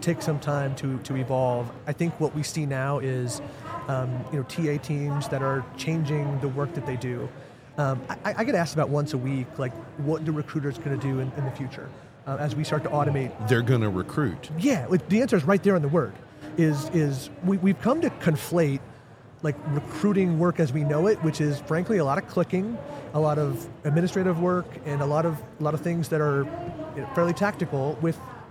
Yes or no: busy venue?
yes